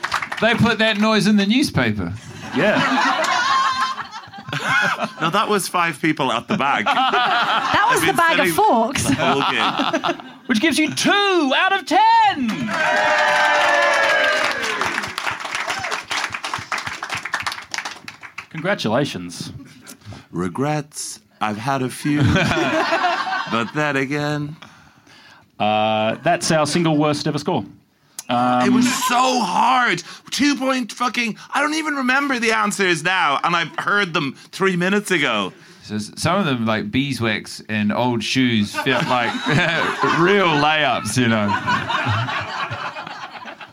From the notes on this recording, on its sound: Live at Comedy Republic for MICF 2023!